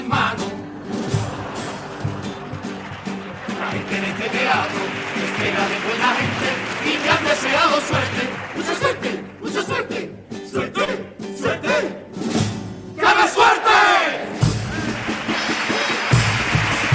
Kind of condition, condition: setting, live audience